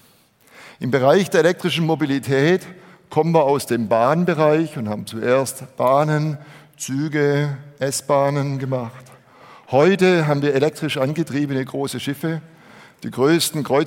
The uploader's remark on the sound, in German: Auf der Bühne des auto motor und sport Kongress 2019